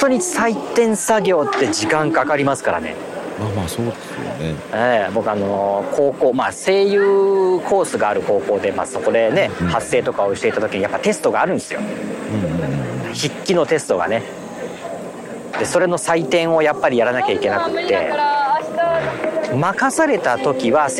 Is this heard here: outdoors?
yes